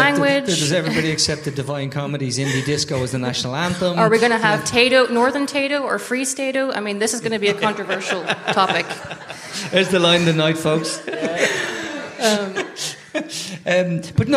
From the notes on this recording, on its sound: Travelled down to Dublin to take part in the tortoise shack live at the sugar club. It was a special night with amazing people, a very lively audience.